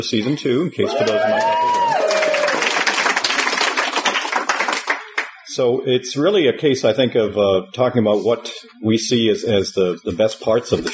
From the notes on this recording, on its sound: Panel at Dragon Con 2015